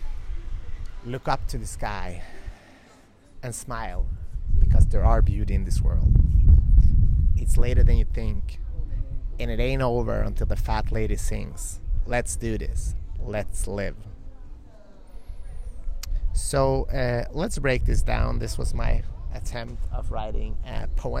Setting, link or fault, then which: setting, outdoors